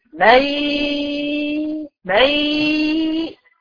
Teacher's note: النون اللي ملهاش اثر لكن سايبان لنا حته منها اللي هي الغنه · ادغام ناقص يعني ذهاب ذات الحرف وبقاء صفته اللي هي الغنة